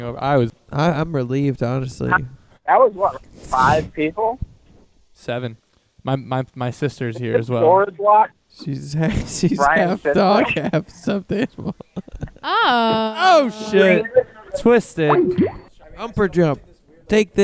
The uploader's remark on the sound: makes some phone calls